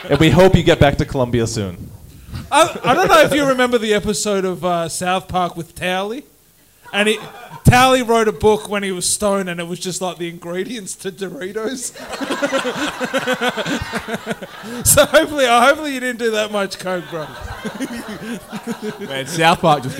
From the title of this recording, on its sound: LIVE SHOW #1 Fringe 2021